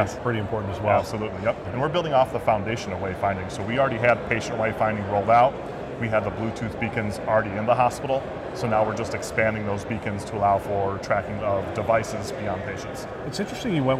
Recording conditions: busy venue